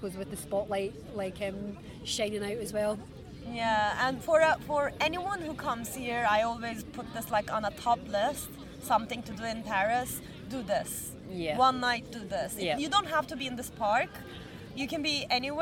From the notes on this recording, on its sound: We recorded this episode on 2 October 2023, at Parc du Champs de Mars. We recorded this episode on 2 October 2023, at Parc du Champs de Mars.